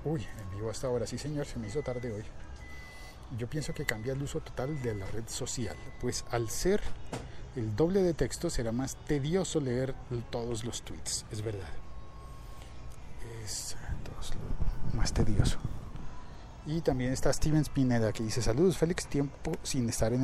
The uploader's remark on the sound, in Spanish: Hoy hice el podcast en bicicleta desde el parque Simón Bolívar de Bogotá